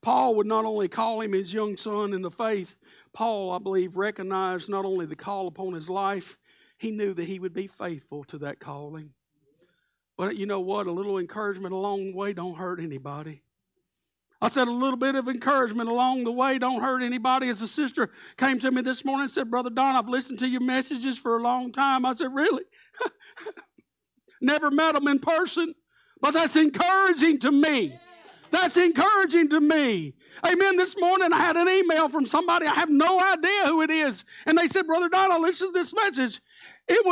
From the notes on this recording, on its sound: Live Sunday Morning Service